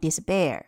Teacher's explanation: p 呢，在这个地方有一个浊化，读成 despair。那么大家在读的时候呢，第一句里面的 in 和冠词 a 可以进行一个连读，in acape。好，那么大家发现了，每一句话呢，其实它都有两个押韵的单词第一个，ape in acape。它押韵的是 ape。Bear indespair。它押韵的是 air。那么之前我在讲 hop on pop 的时候讲过，针对这样的书，我们在读的时候呢，可以在押韵的地方用一些可以加强节奏感的东西对它加以强调，比如说我们可以击掌。Ape in · IPA: [disˈpɛə]